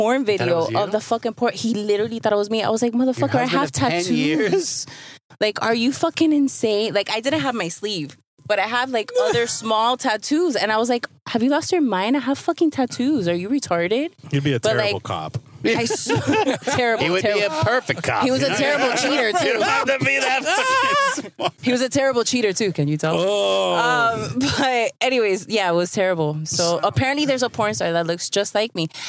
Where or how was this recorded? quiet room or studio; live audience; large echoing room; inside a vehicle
inside a vehicle